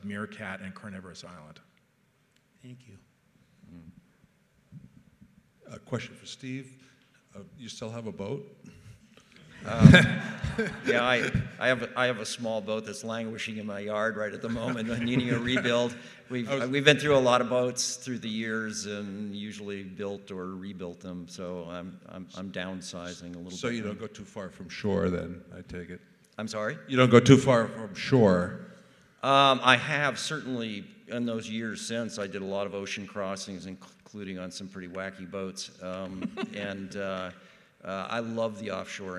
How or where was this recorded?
live audience